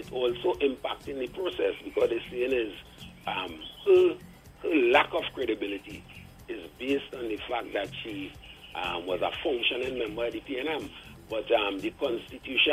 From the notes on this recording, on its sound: During this hour we take calls from our audience